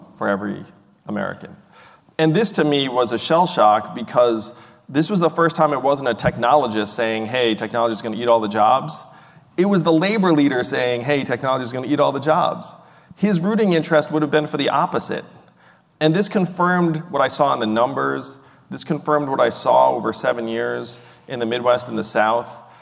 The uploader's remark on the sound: a live edition of The Axe Files